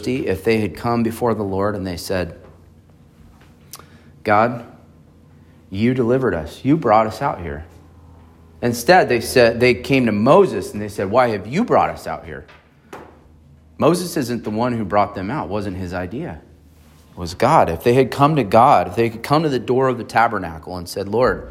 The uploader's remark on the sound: on September 10, 2023 at Emmanuel Baptist Church in Fallbrook, California.